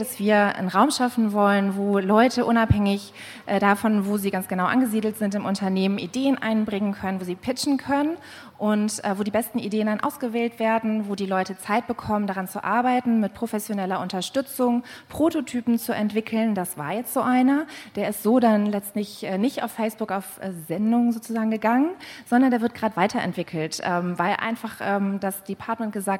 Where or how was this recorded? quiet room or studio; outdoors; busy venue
busy venue